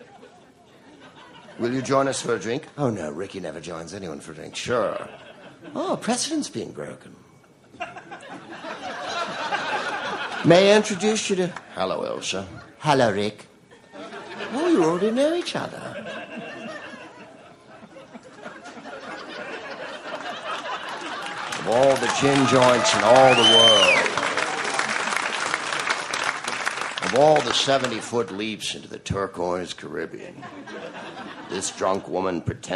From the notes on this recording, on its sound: Live from the Freedom of the Seas cruise ship off the coast of St.